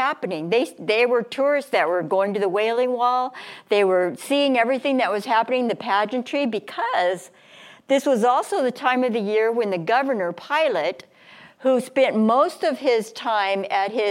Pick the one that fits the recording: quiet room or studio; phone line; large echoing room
large echoing room